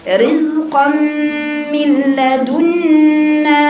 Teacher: رز القاف الأولى اللي بعدها ميم فيها غنة، النون اللي هي التنوين معذرة، التنوين اللي بعده ميم في غنة رزقا من رزقا، لكن النون الثانية اللي من لدنا اضغام برضو بس من غير ايه غنة.